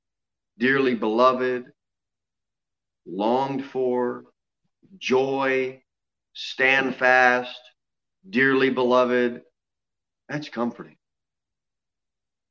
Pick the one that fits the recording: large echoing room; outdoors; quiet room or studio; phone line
large echoing room